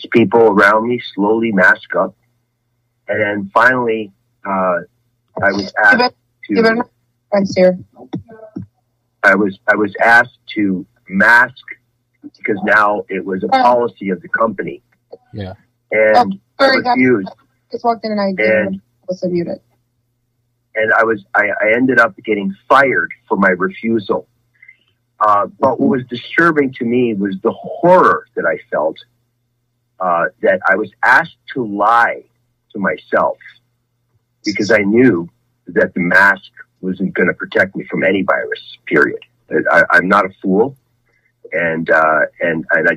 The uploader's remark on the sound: Truckers Call